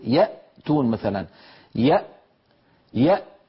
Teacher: إذا نطقنا همزة ساكنة نقول يأتون مثلا يأ فنجد أن الوترين الصوتيين ينقفلان تماما ولا يبقى مجال لمرور ذرة من الصوت